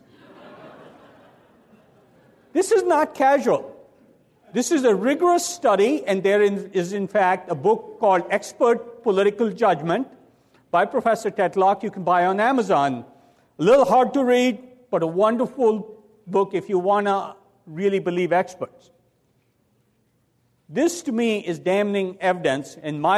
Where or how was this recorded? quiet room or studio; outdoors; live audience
live audience